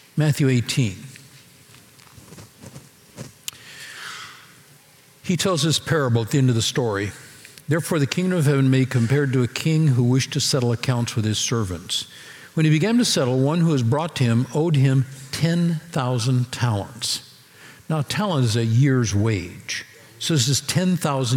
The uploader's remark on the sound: Recorded Live at Capital Church in Meridian, Idaho